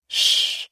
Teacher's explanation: in the north of Mexico, in Chihuahua, for example, you could find that sound, sh, instead of ch.